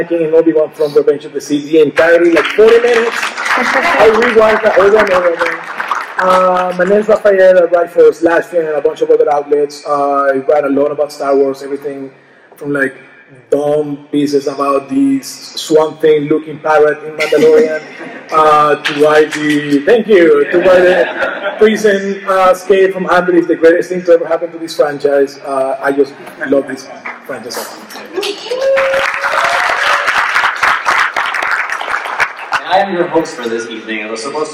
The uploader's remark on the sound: LIVE from SWC23. We're very proud to finally be able to present this conversation to everyone who wasn't able to attend this panel in person!